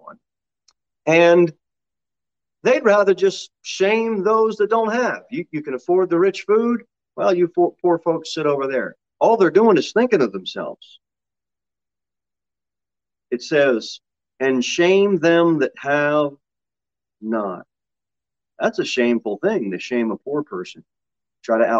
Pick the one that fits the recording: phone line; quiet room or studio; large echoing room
large echoing room